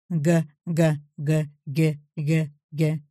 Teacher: И, наконец, еще дальше, между задней частью языка и небом